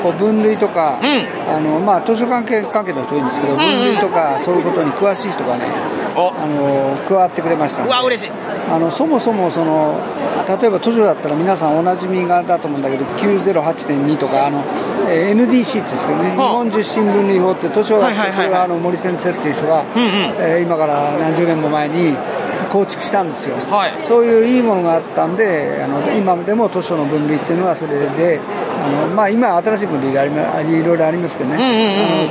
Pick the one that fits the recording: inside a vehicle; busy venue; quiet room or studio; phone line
busy venue